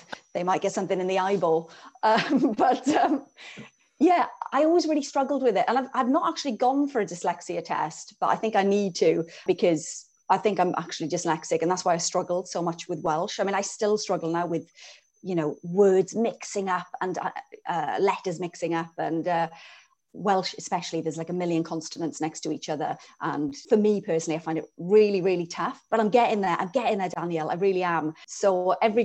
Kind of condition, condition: link, video call